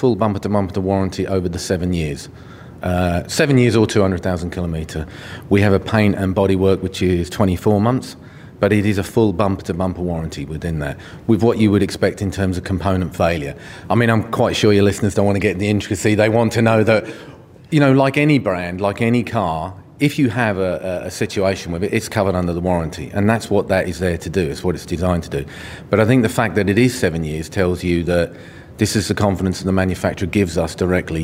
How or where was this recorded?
busy venue